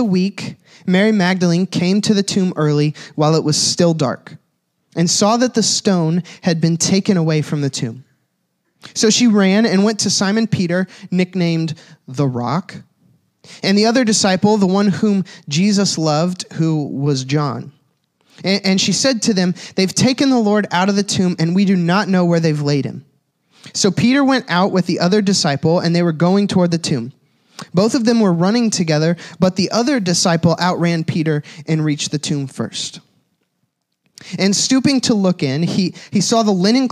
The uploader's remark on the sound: This was the message from the Easter At The Crossing services at The Crossing, DE in Milton, Delaware.